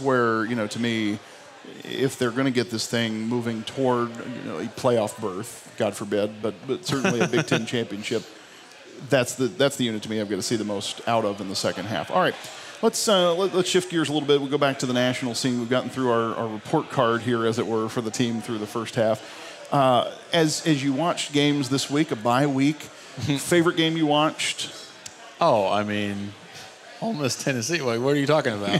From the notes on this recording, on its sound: The Dubcast kicks off its Buffalo Wild Wings road show with a recording from the Grandview location with an audience of rowdy Cleveland Browns fans.